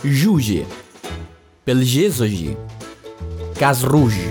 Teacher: Les jotes sempre són fricatives postalveolars sonores.